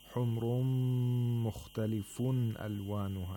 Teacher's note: ilhar of nun sakina, where the nun sakina is pronounced completely